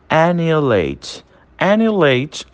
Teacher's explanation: Também não tem participação do H. Ele fica mudo entre duas vogais.